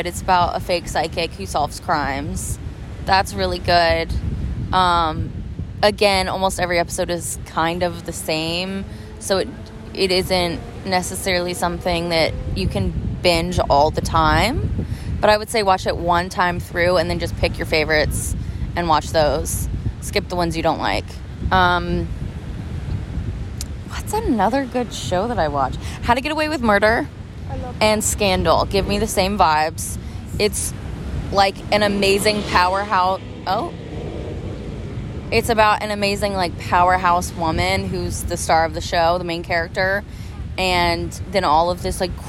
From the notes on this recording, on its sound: Enjoy this casual style recording via voice memos as I’m on vacation